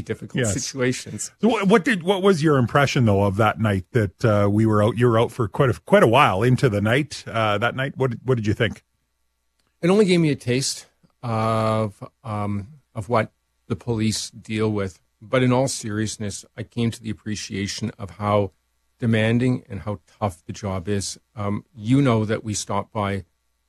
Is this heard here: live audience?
no